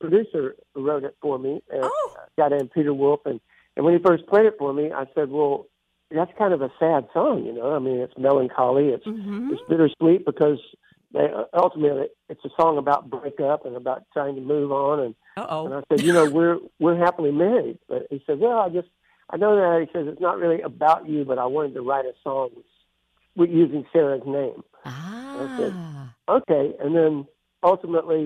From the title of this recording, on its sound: on the phone